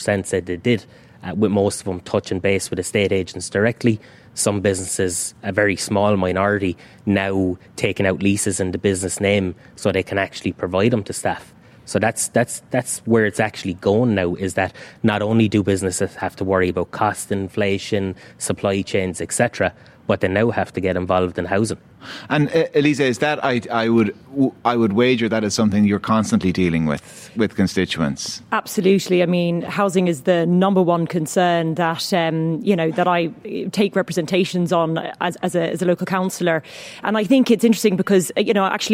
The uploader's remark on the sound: The Hard Shoulder was LIVE from the International Rugby Experience in Limerick City.